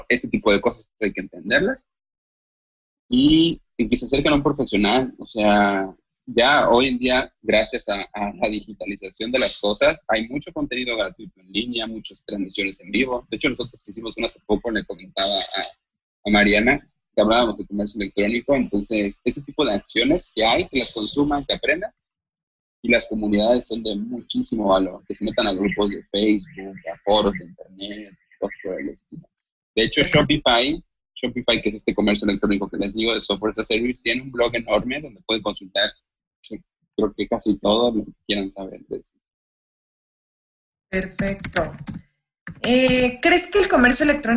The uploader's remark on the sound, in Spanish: la calidad del audio no será la misma a la que estamos acostumbrados